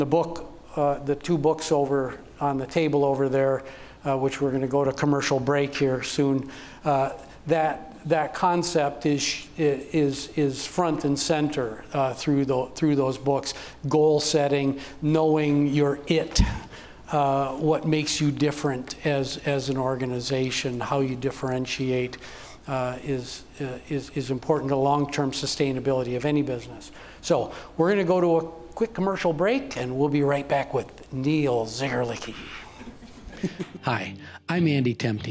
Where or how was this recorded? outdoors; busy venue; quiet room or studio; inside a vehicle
busy venue